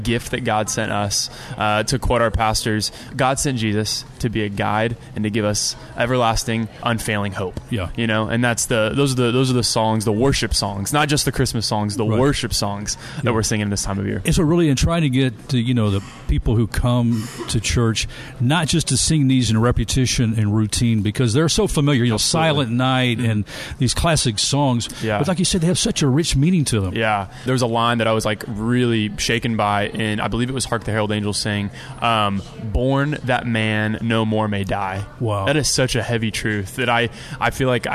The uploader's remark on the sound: Live from the HUB Coffeehouse